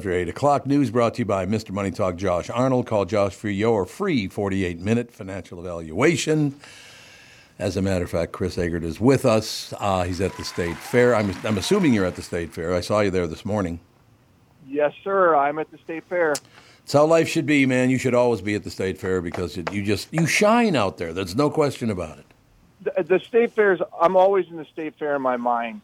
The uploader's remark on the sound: calls in from the fair